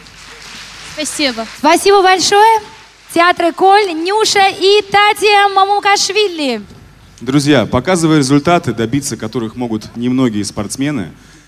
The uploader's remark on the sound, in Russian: Аудиозапись гала-концерта IV Международного фестиваля «Белая трость». В концертном зале гостиницы «Космос» состоялся гала-концерт четвёртого международного фестиваля «Белая трость». Многие из вас слышали трансляцию этого мероприятия в прямом эфире «Радио ВОС».